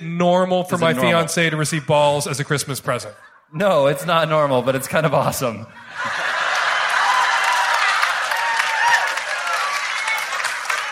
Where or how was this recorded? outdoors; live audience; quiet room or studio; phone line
live audience